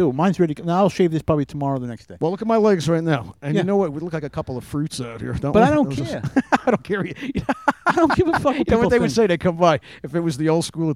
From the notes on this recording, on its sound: Live from Englewood Beach Florida! Make there way to Englewood Beach and do the the podcast from a gazebo.